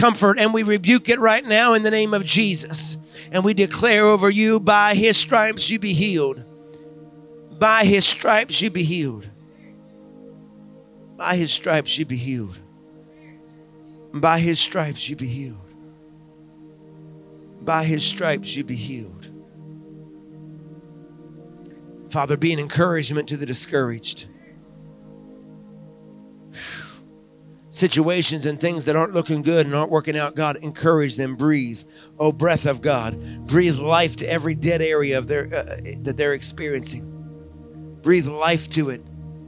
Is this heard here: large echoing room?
yes